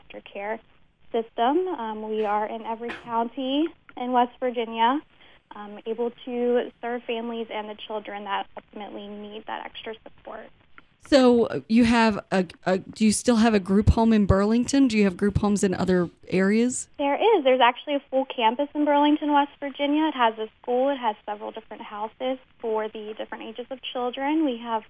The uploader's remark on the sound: calls